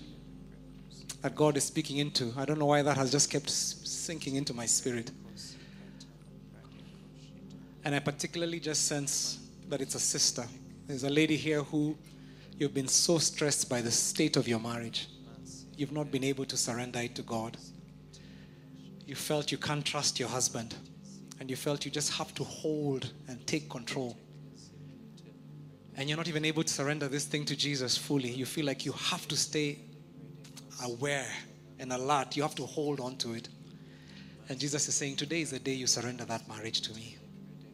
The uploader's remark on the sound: Preached At Worship Harvest Church, Nairobi Camp.